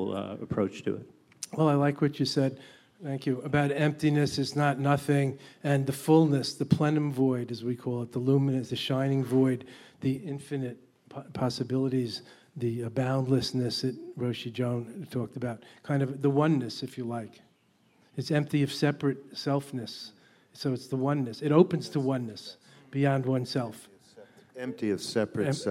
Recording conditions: live audience